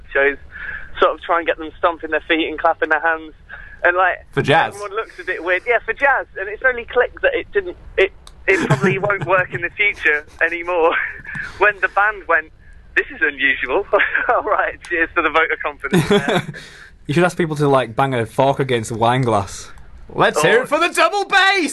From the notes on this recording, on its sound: The very first Lincoln Comedy Society Comedy Podcast! On the phone.